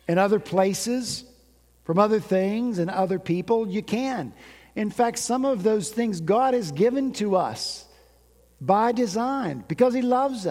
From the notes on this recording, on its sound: At Redeemer Presbyterian Church in Charleston, SC, our senior pastor preached about radical change on New Year's Day.